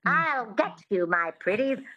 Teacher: So a lot of people think the transatlantic accent is nasal, but it's not. It has this twang, which is the epiglottis, which is just behind the vocal cords in the throat.